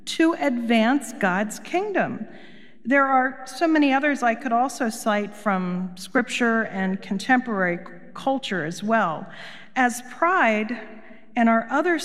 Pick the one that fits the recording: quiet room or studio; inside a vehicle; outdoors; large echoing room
large echoing room